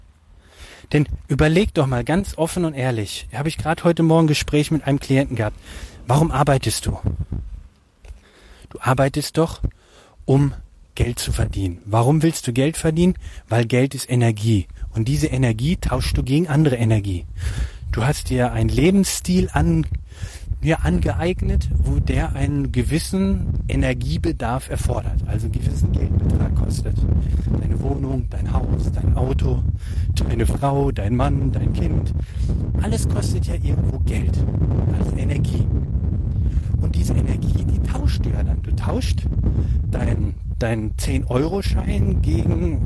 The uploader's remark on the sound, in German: Die heutige Podcastepisode wurde im Park aufgenommen. Ich bitte die ungewöhnlich schlechte Qualität zu entschuldigen.